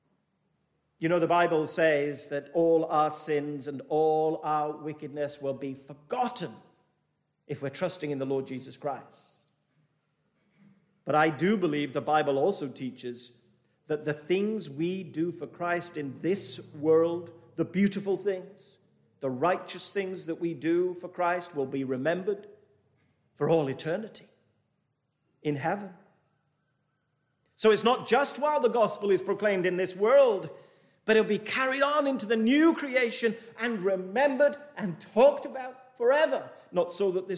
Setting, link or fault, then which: setting, large echoing room